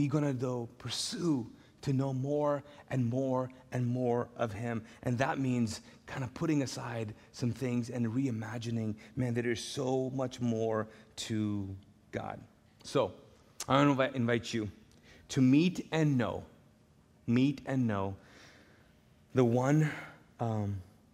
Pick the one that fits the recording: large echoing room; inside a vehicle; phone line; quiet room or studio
large echoing room